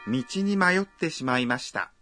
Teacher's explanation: Al decir mayotte, hay que contener la respiración un instante después de mayo.